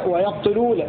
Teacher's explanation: بفتح الياء وسكون القاف بالألف وضم التاء